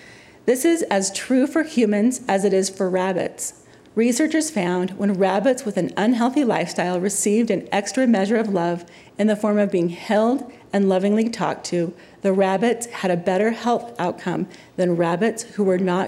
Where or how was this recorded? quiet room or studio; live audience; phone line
live audience